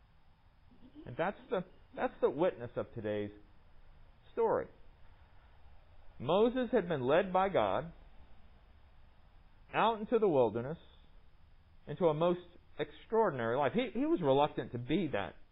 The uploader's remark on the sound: Recorded under the pavilion at MPPC on Sunday, September 27, 2020